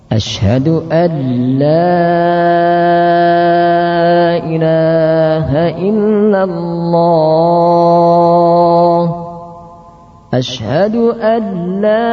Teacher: memanjangkan hamzah sehingga menjadi alla